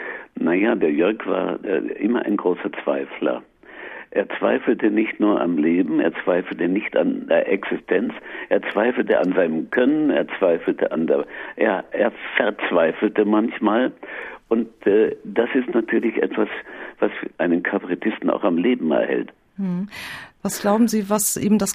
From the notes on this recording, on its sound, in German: Am Telefon in Berlin.